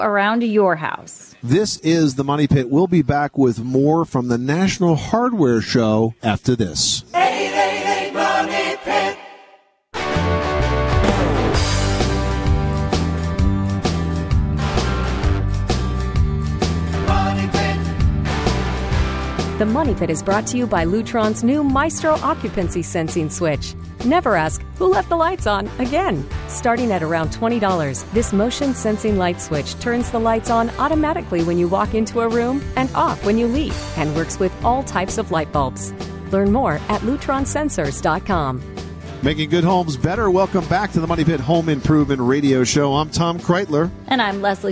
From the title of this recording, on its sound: We are coming to you from The National Hardware Show in Las Vegas